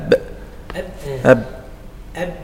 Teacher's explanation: انطباق الشفتين مع حبس النفس للباء · Term: الباء